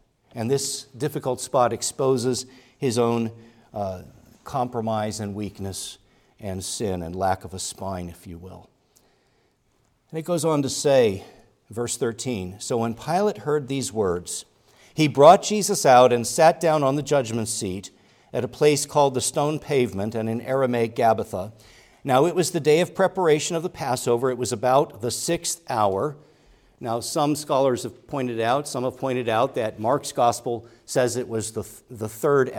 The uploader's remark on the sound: preached at Grace Orthodox Presbyterian Church in Sewickley, PA, during the morning Worship Service on Sunday, January 7, 2024